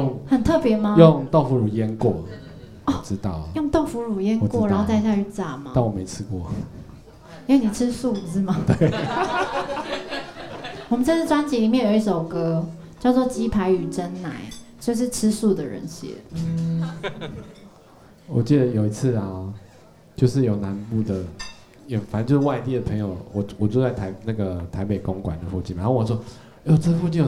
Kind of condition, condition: setting, busy venue